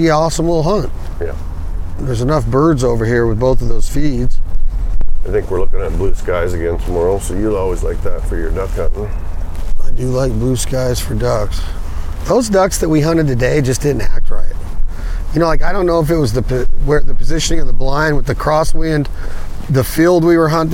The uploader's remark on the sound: The best scenario would be to jump in the Ford truck and record the podcast while we scout, and that’s what we did!